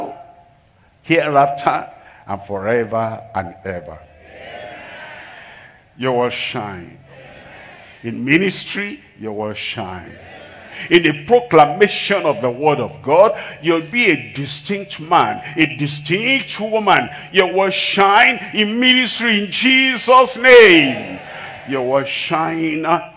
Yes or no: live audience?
yes